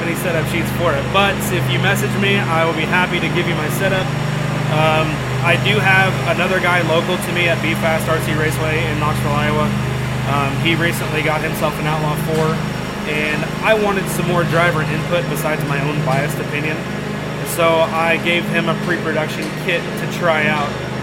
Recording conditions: sounds in the background